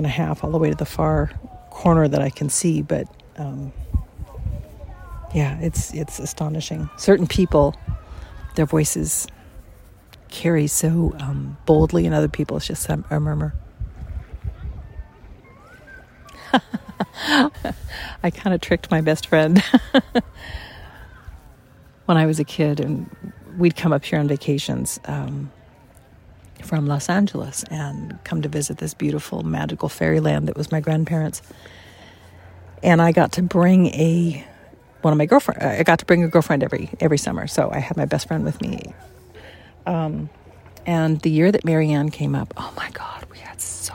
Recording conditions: sounds in the background